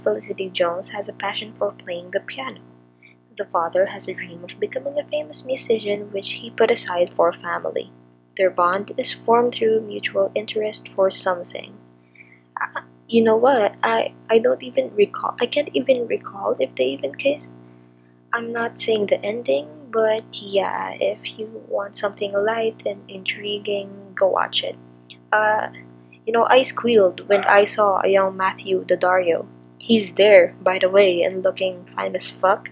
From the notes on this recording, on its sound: I AM SO SORRY FOR BUZZING IN THE BACKGROUND. IT GOES IN AND OUT.